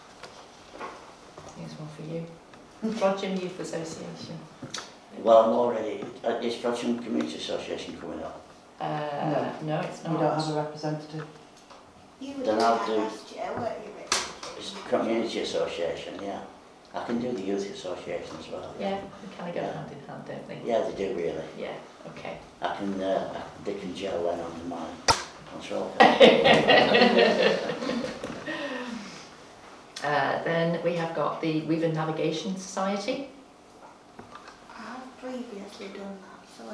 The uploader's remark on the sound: Audio recording of Frodsham Town Council Annual Meeting held on Monday 22 May 2023